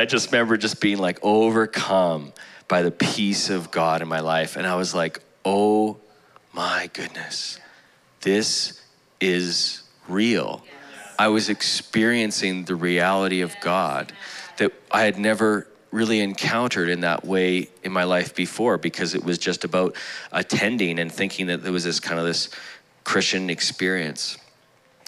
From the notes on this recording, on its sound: Broadcasted live from The Father's House, Calgary, AB.